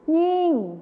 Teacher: จะเป็นยิ่งเสียงขึ้นจมูกนั่นเอง